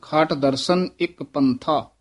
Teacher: ਖਾਟ ਪੋਲਾ ਹੀ ਬੋਲਣਾ, ਖੱਟ ਨਹੀਂ ਕਹਿਣਾ ਹੈ